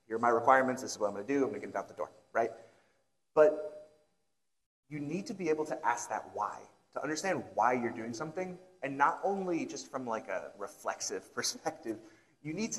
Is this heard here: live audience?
yes